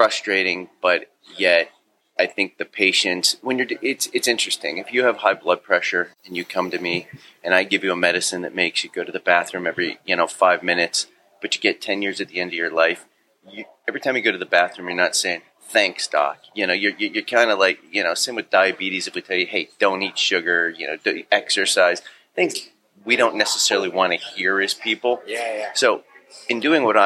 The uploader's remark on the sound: This episode of the Triple D Podcast was recorded at Davis Bakery & Delicatessen.